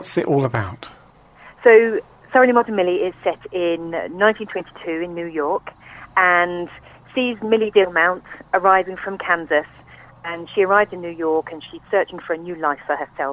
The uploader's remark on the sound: joined on the phone